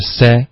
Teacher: Say 是一个双元音，要一开始是 say，后面要有一个 e 的音 say